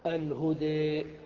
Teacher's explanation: الإمالة في اللغة الميل والانحراف، وفي اصطلاح أهل اللغة هو أن تذهب بالفتحة إلى الكسرة، وأن تذهب بالألف إلى الياء · Term: الألف الممالة